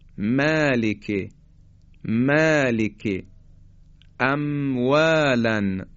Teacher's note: در حرف میم باز از برخورد دو لب این حرف تولید میشه، اما یه مقداری جلوتر، یعنی از قسمت خشکی لبها حرف میم تولید میشه، مثل مالک، مالک، اموالن.